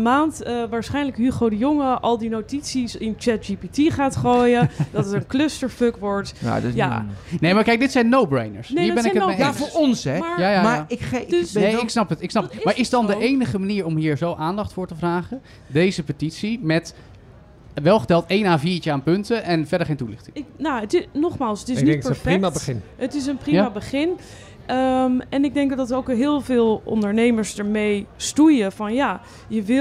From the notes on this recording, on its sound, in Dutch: Live vanaf TNW. Live vanaf TNW.